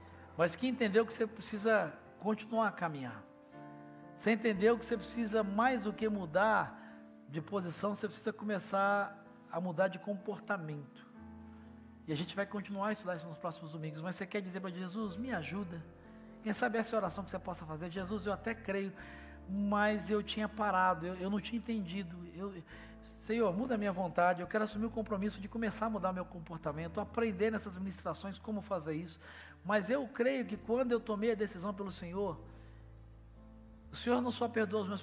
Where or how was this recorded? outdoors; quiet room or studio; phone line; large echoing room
large echoing room